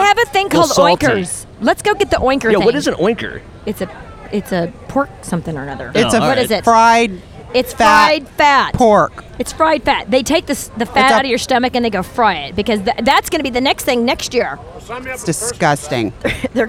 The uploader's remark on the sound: Live At State Fair